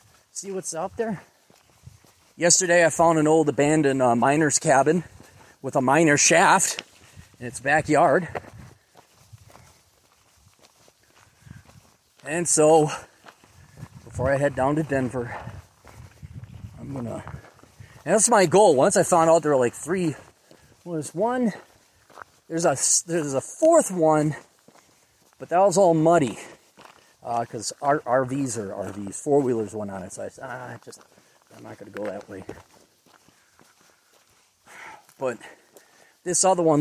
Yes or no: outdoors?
yes